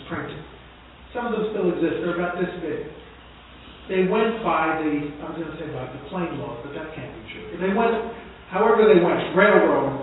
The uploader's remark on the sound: broadcast Live From Long Island University at The 150th Emancipation Proclamation Celebration